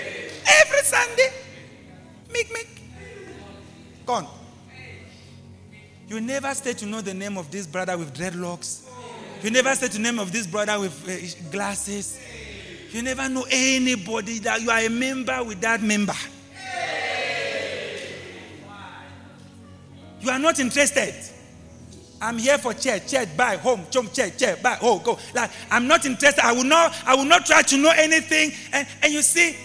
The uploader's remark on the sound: LIVE AT ABC KHALANYONI